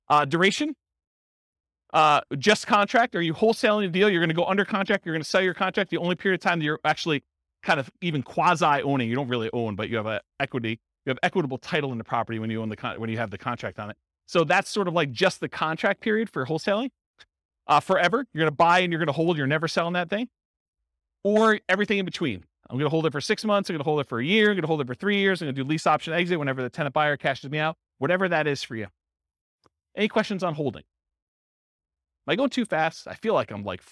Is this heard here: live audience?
yes